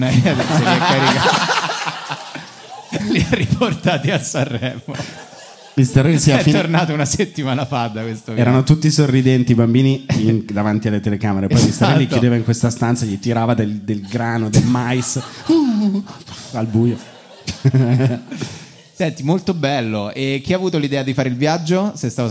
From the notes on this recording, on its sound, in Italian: Registrato live al Monk di Roma. Con molteplici aneddoti del pubblico.